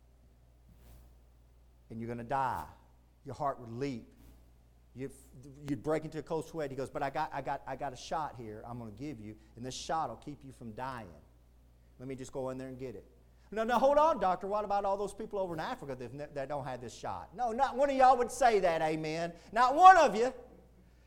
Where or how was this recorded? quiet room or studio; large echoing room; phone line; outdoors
large echoing room